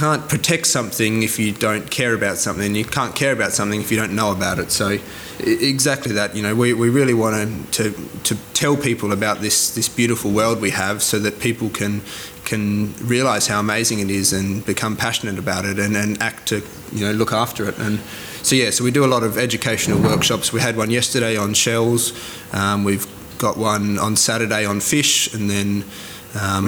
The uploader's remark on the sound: Apollo Bay Seafood Festival 2023. Conversations on the Edge.